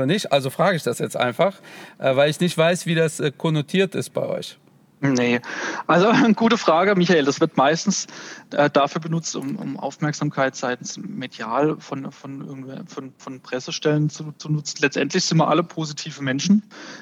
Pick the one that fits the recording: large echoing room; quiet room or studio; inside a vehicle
inside a vehicle